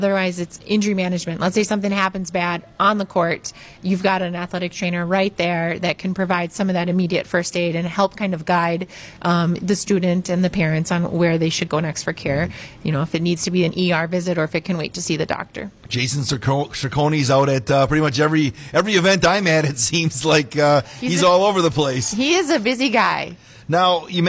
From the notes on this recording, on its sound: Live from Marshfield Medical Center Beaver Dam